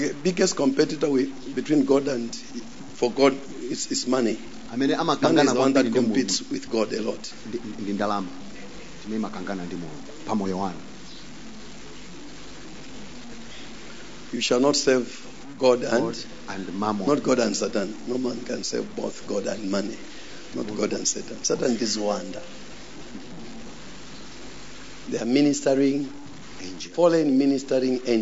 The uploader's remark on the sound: Preached at the Encounter Service at Word Alive Blantyre City Church on 08th January 2023